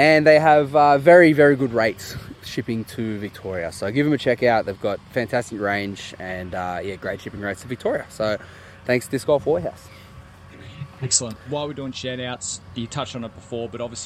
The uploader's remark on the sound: live from Ruffey Rumble